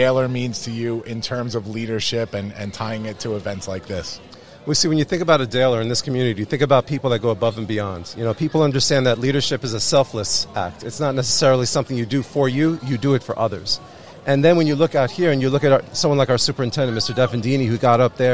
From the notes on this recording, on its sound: It's a live event recording. As The Launchcast crashes the Special Olympics Northeast Long Island Regional Spring Games in our hometown of Farmingdale, New York! We set up our show in Media Row.